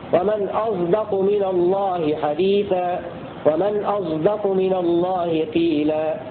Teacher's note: قرأ حمزة والكسائي بإشمام الصاد الساكنة التي قبل الدال صوت الزاي بشرط أن تكون صاد ساكنة بعدها دال في نحو قوله تعالى ومن أصدق من الله حديثا ومن أصدق من الله قيلا.